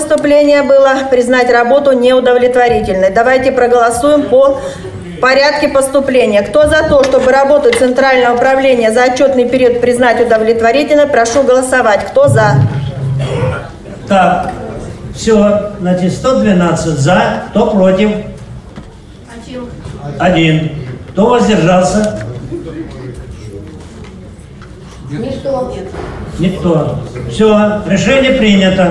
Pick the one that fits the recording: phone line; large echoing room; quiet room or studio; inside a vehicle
large echoing room